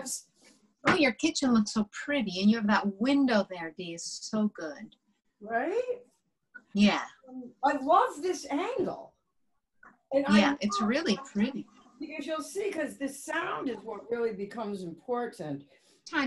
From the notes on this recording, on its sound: We were socially distanced doing this lesson via zoom.